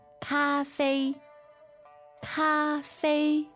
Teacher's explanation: Okay, so high and level, cafe. · Term: two first tones